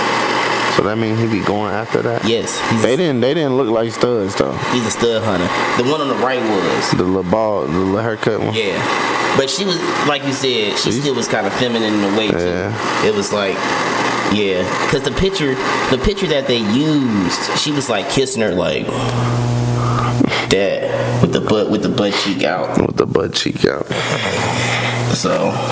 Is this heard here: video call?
no